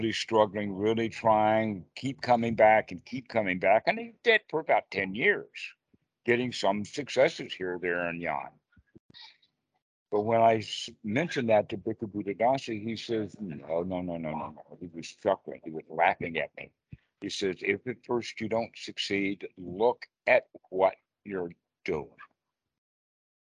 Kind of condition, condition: link, video call